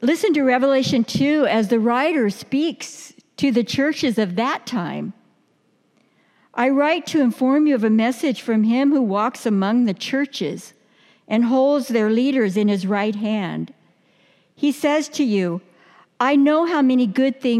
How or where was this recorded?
large echoing room